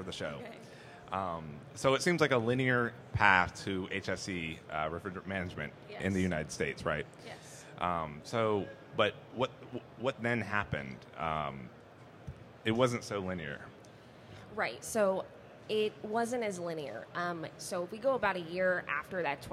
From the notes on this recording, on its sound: Our Refrigerant Briefing for Winter 2023 event took place at the 2023 AHR Expo live from the Podcast Pavilion at the Georgia World Congress Center.